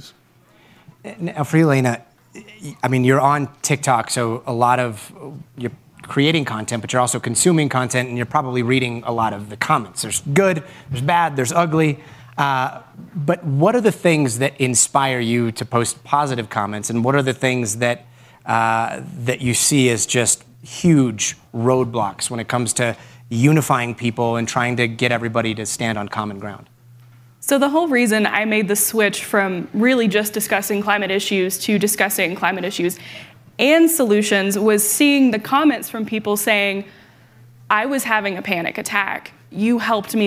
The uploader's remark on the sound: joined on stage at this 2022 Aspen Ideas Festival event